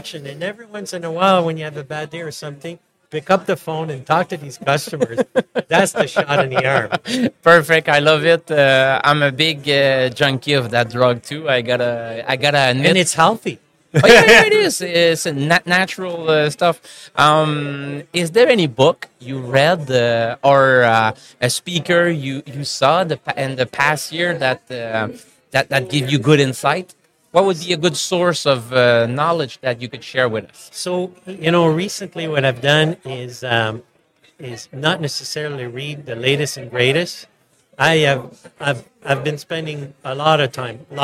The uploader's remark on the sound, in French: En direct du Hardtech à Toronto